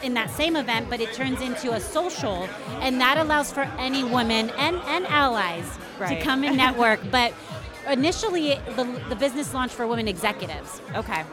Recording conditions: busy venue